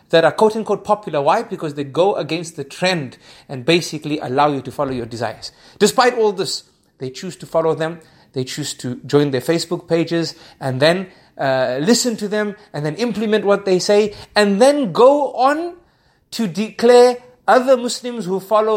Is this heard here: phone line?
no